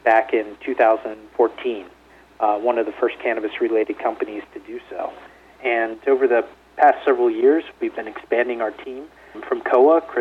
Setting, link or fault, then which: link, phone line